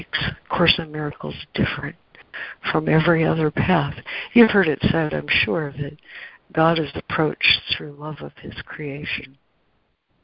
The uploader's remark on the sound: ACIM Daily Conference Call